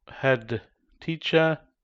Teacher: The exception is when the next sound is t, in which case we delete the d without adding a glottal stop.